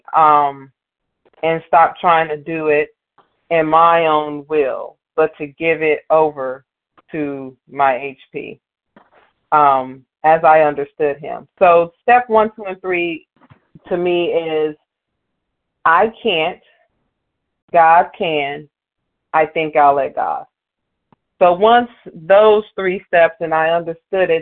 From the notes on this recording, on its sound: Qualification from the 100 Pounders Phone Meeting.